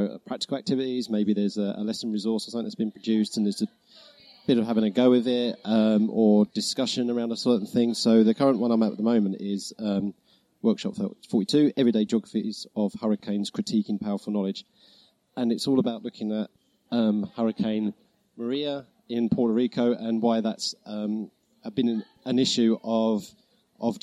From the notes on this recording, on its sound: A special episode recorded on-location during the three-day Geographical Association National Conference at the University of Surrey, Guildford, UK. Takes their portable recording equipment and speaks to numerous conference delegates, speakers and exhibitors while all consuming numerous cups of tea and coffee.